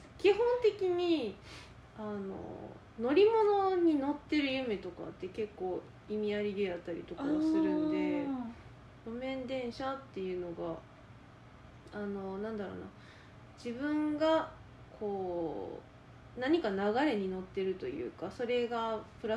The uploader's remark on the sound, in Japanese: この音声配信を始めたきっかけで、ちゃんと耳鼻科通おうと思えました。もう鼻のすすり音からは卒業したい。音量とか雑音とかお聞き苦しい点があれば。